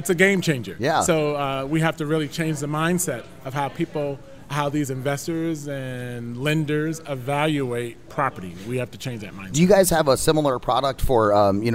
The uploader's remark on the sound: Join the VoiceAmerica Live events Crew as we Broadcast Live in Ft. Lauderdale Florida from the floor of the Pitbull conference.